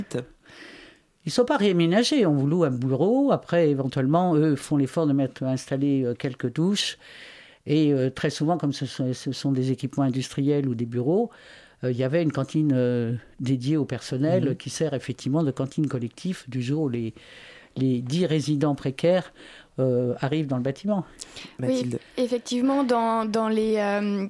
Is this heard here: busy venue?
no